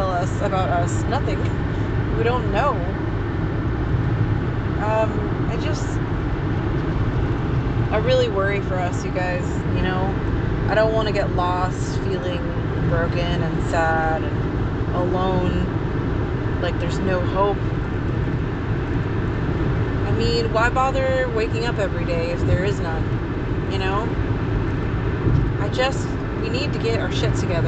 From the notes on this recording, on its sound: Almost died in traffic during this recording